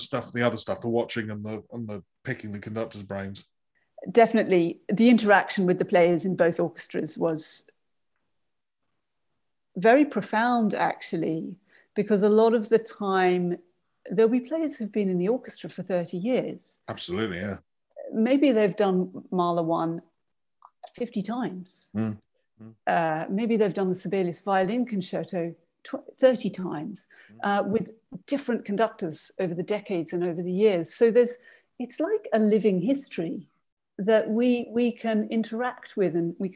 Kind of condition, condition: link, video call